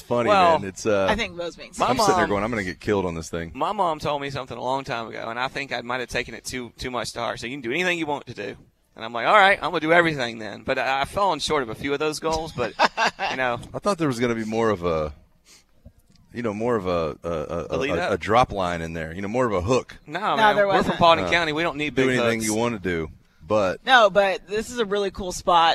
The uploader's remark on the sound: broadcasting live from Five Iron Golf in Midtown